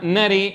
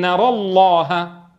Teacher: إذا وقفوا عليها يميلونها نري، وإذا وصلوا يفخمونها فيقولون نرى الله · Term: الإمالة